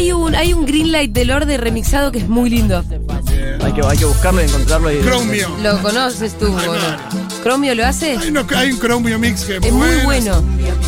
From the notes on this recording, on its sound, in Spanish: en vivo manijeando la FIESTA FERVOR | #Segurola